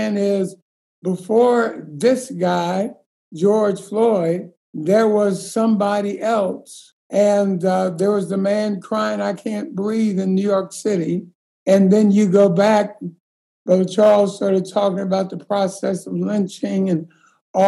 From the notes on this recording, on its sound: This episode was taken from a Zoom call on May 29, 2020.